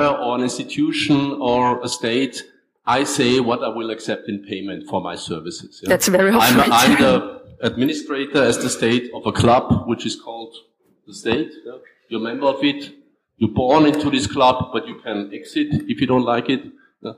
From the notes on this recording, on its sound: This is a live recording of a panel discussion at the “ Value of Bitcoin Symposium ” in Vienna. Please, excuse the low audio quality.